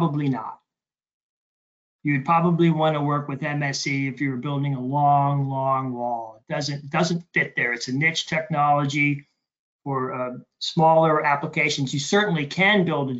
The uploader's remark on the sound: This is an audio version of the webinar.